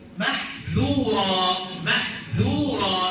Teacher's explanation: الذال مرققة، اوعى تفخمها عشان الراء اللي بعدها محظورة، لا محذورة.